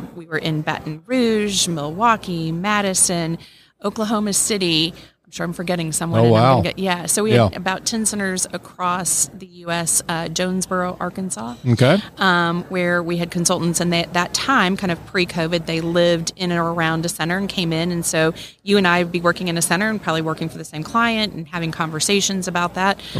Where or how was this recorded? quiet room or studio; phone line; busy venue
busy venue